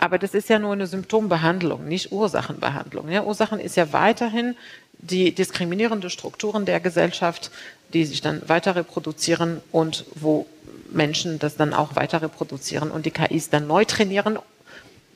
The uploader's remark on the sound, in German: live aus Berlin von der #futurework23, dem Festival zur Zukunft der Arbeit, ausgerichtet von BDA und Microsoft.